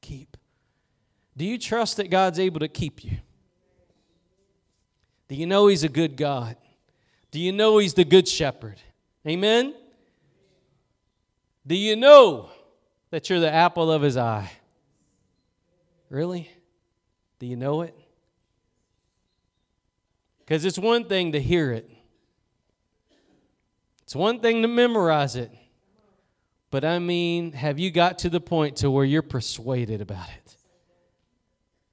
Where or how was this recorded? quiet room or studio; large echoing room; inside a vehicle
large echoing room